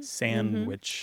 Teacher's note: Oh, yeah, and sandwich without the D.